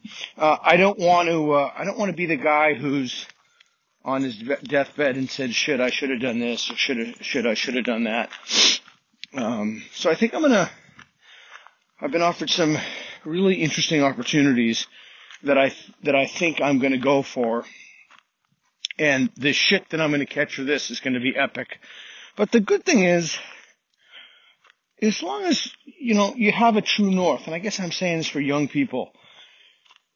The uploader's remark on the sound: Thoughts from a walk